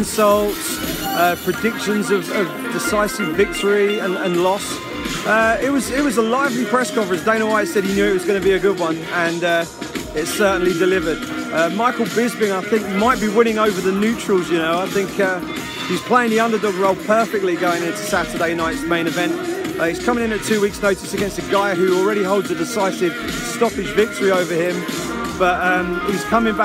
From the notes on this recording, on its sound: Facebook Live broadcast of UFC 199 Ultimate Media Day at The Forum in Inglewood, California